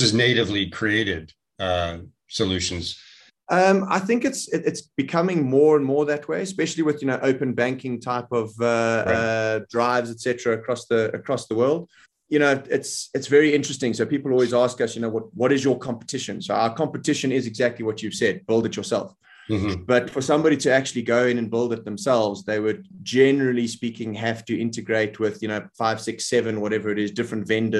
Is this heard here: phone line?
no